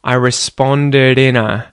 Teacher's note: So you might hear, for example, I responded in a... There's no real D sound there at the end of responded. Instead, it kind of becomes a T flap